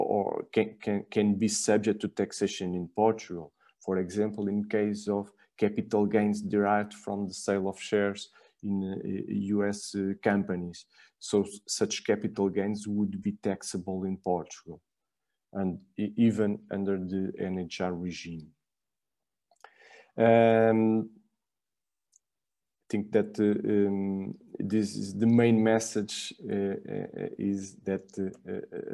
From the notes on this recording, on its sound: (LIVESTREAM). For those joining us on Zoom.